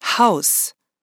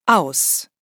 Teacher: H aspiré ou attaque dure de la voyelle en début de mot